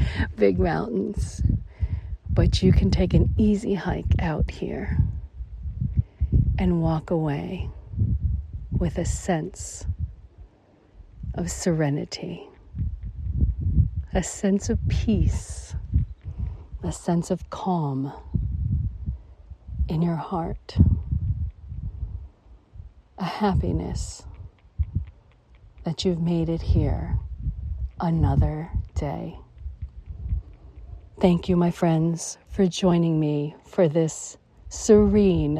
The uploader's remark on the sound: LIVE from Las Vegas Red Rock Canyon. In Red Rock Canyon in the Spring Mountain in Las Vegas, Nevada, USA. This is a special on location Walk and Talk during our Mindfulness Summer Tour 2022.